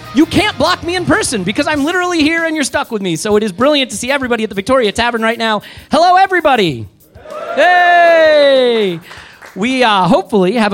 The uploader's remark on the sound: This show was recorded in front of a live audience at The Victoria Tavern.